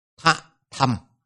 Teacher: Có nghĩa là phụ âm phát ra hơi gió mạnh · Term: hữu khí âm